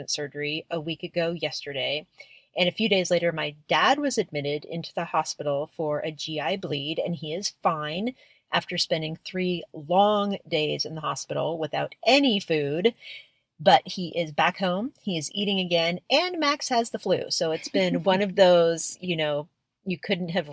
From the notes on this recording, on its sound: recording at the Santa Cruz harbor where we watch the twinkling holiday lights